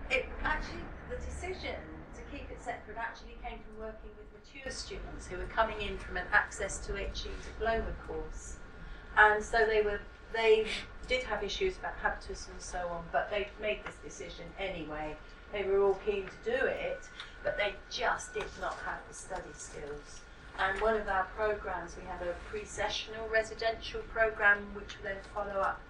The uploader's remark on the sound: speak at SRHE Access and Widening Participation Network Event